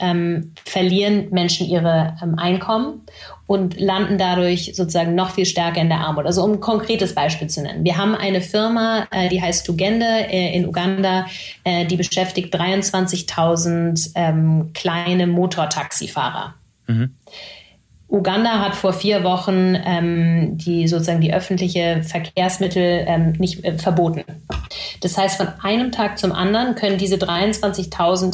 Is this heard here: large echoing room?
no